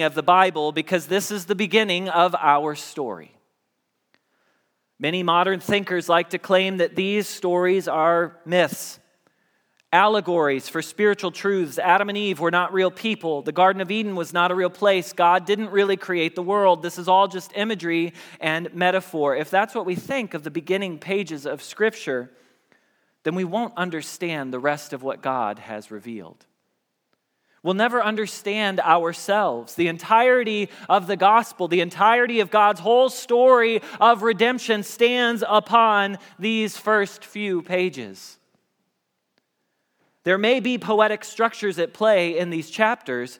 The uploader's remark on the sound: Message Preached at Valley Creek Church